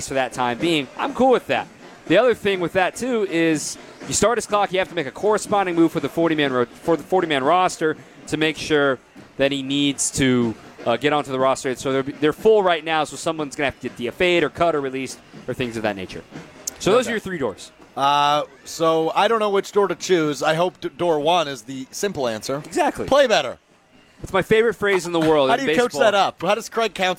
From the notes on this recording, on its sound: live from Summerfest